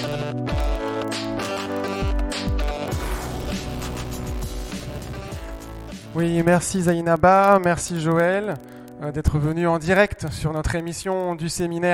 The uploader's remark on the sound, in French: Webradio en direct du séminaire en internat à Kani Kéli